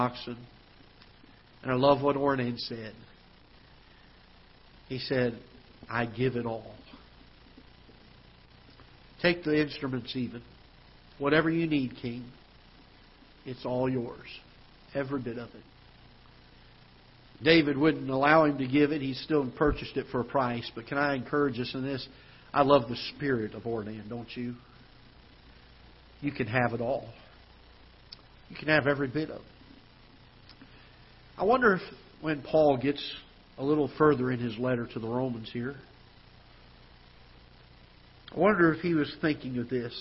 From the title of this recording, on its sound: Ketha Heights Baptist Church ~ Live Broadcast